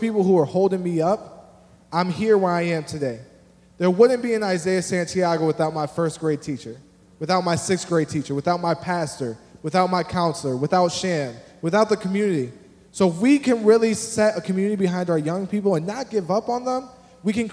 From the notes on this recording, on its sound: In this main stage session, a panel of experts hold a conversation on Gen Z & the church.